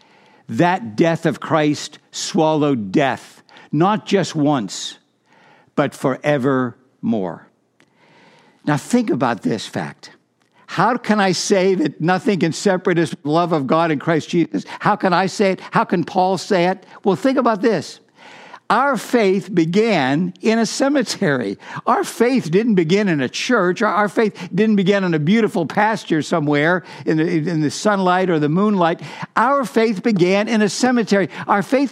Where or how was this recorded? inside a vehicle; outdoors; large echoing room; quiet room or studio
large echoing room